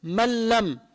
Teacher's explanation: إدغام بلا غنة، فالنون بتروح، اللام بتصير مشددة